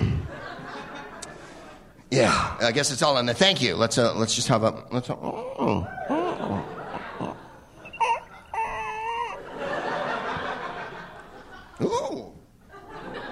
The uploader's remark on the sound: Live from the Upfront Theater in Bellingham